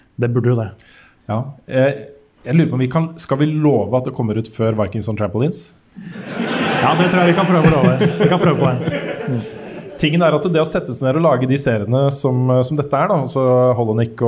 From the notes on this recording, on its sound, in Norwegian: Vi kjører live fra Spillhuset i Bergen i ukens episode, med et entusiastisk og tallrikt publikum